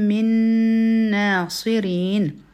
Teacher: د نون ساکن نه پس بل نون راغی نو دلته کې د نون سره ادغام دی او دیته هم ادغامی مثلین وایي ځکه چې دواړه یو شان حروف دي.